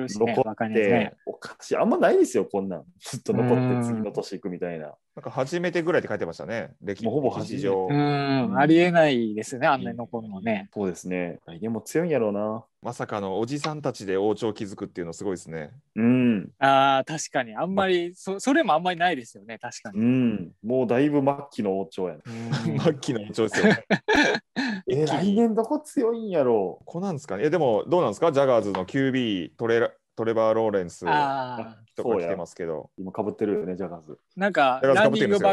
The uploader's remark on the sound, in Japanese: 今回は感染症対策でzoomにて実施しました